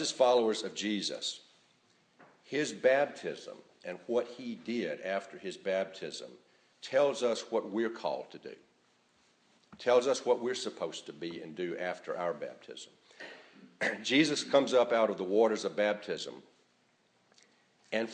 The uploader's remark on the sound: A recording of the morning service sermon on January 7,2018